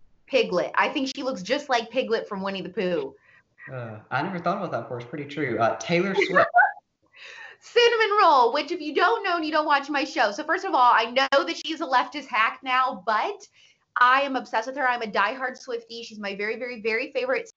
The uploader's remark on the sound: for an interview over SKYPE!